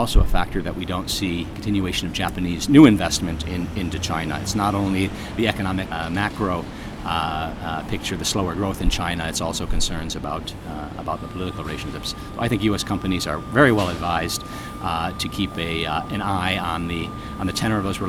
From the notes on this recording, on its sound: In an interview that took place outside of a Starbucks in downtown Tokyo